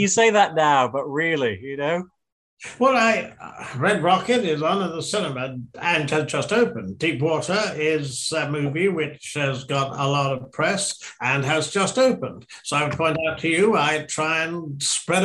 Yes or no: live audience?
no